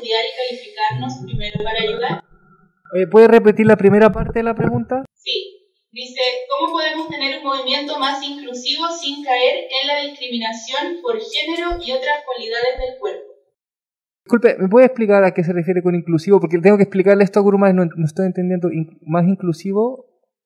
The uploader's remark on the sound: Zoom Session